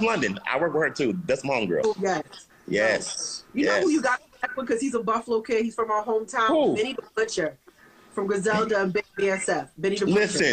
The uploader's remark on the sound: Instagram Live